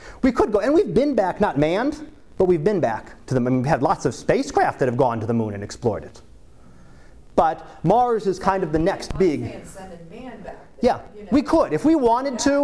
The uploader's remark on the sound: Live Class Lecture